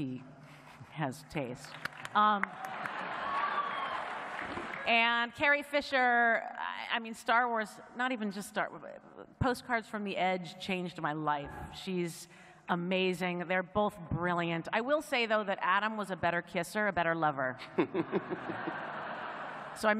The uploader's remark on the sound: During the panel at Comic-Con